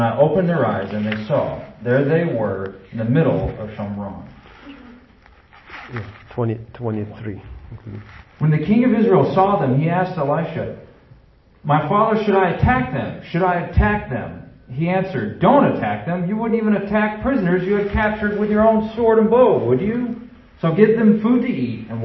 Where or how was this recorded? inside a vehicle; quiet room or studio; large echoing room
large echoing room